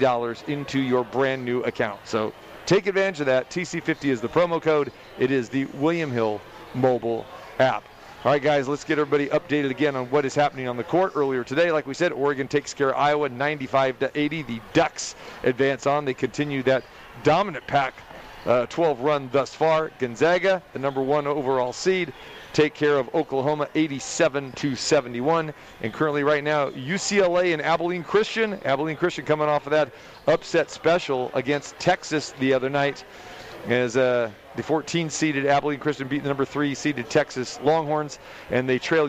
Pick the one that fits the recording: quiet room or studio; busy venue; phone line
busy venue